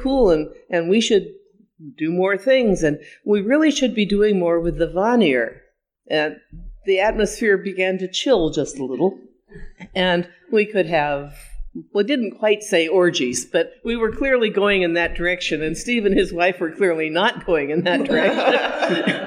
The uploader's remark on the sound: LIVE! at Trothmoot 2019. It’s our very first live episode at Trothmoot at beautiful Fort Flagler State Park in Washington!